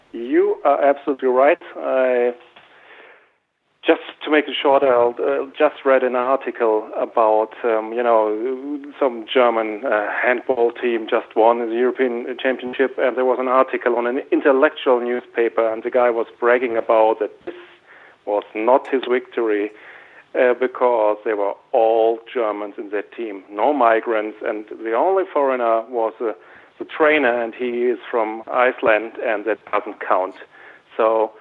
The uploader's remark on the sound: Call In Show